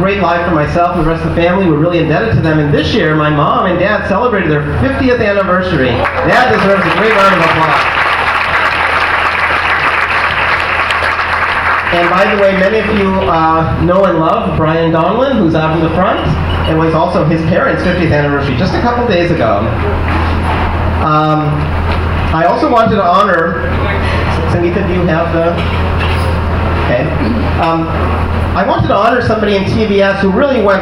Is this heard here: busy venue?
yes